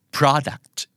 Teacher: productเน้นพยางค์แรกครับ productออกไปทางราะนะครับ